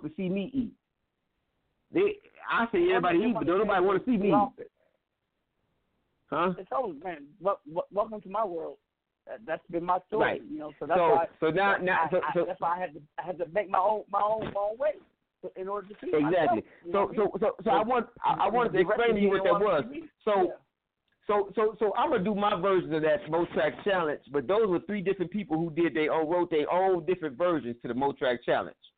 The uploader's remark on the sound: We have invited various people to call